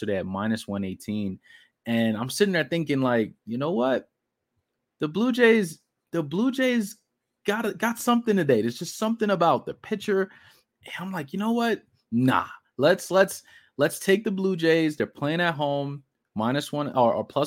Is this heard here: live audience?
no